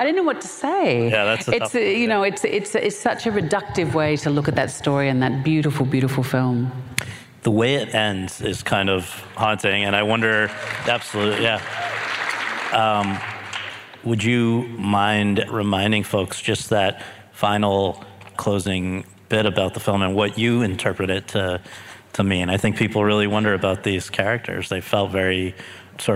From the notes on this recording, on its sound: In front of an audience at the Santa Barbara International Film Festival